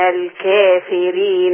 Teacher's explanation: هي طبعا الكافرين مقللة قولا واحدا · Term: التقليل